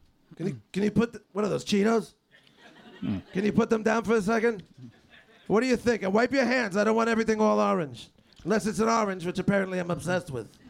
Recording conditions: live audience